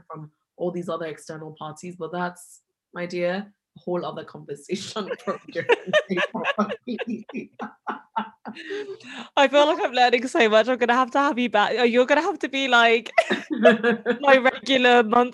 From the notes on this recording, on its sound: This episode is recorded over zoom so the audio quality is affected